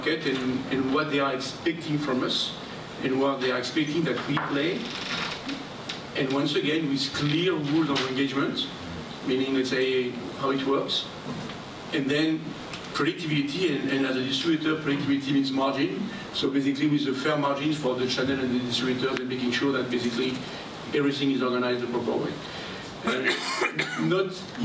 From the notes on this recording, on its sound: This episode was originally recorded live in June at the 2022 GTDC Summit EMEA in Amsterdam. Hosted an interactive discussion with three technology executives.